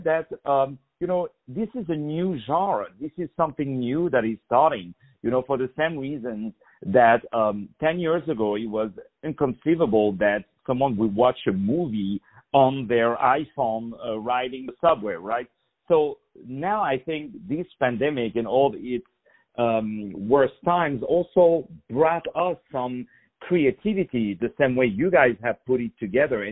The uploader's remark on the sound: On the phone